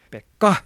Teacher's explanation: se saattaa olla niin hyvin paljon voimakkaampi se toinen tavu kuin ensimmäinen tavu